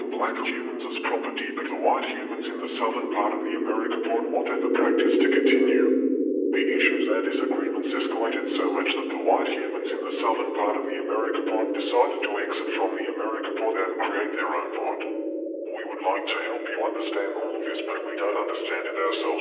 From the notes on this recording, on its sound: The quality of the transmissions are still being intentionally distorted.